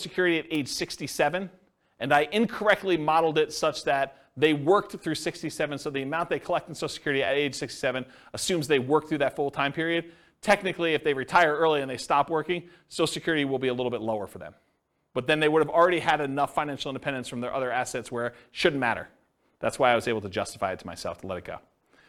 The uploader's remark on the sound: This was a live class recorded